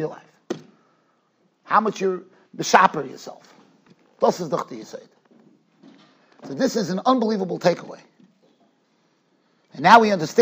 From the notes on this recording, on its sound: Shiur recorded in Yeshivas Ohr Reuven, Monsey, NY